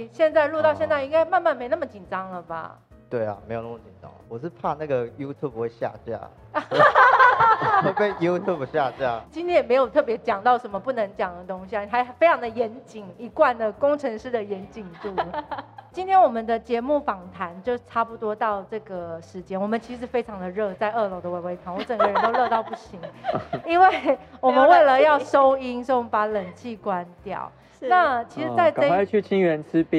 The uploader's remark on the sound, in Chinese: 本集錄音因出機到飲品店故聽到任何店內聲音都純屬自然